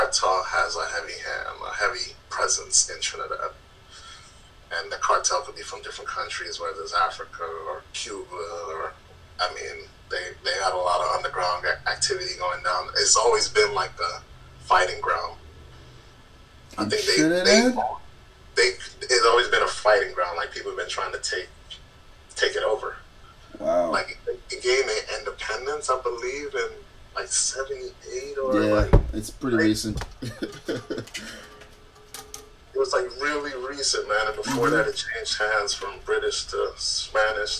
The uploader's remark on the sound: Sorry for all the noise I didn’t realize the mics were so sensitive